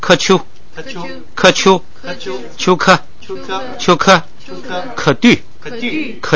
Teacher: 本来是喀秋，因为乌是闭元音，所以变成科